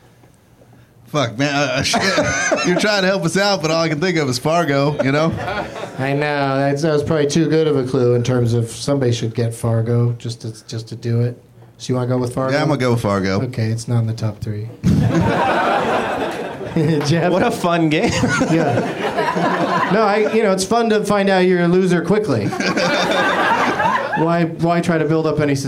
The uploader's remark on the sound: Live from the UCB Franklin in L.